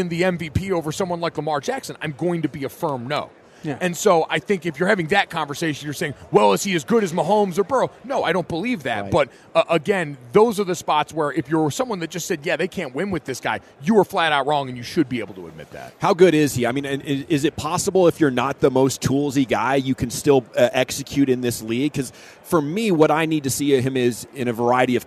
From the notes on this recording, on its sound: Joins the Nation live from Super Bowl Radio Row.